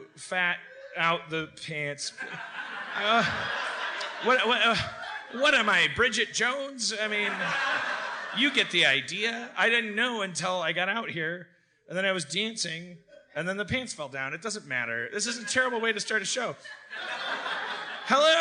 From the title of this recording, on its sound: LIVE at San Francisco Sketchfest 2016!